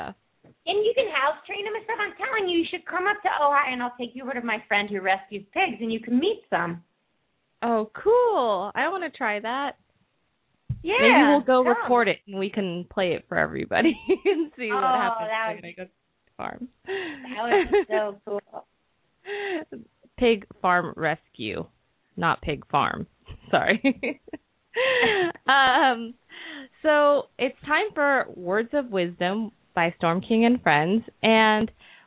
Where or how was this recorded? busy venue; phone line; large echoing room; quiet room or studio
phone line